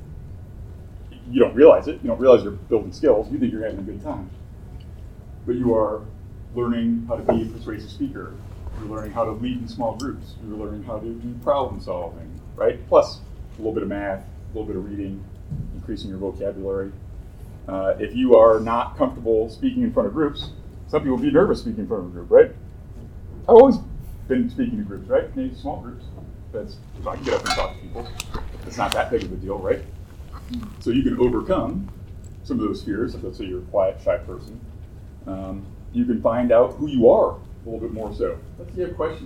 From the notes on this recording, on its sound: Recorded live at Tucson Comic-Con.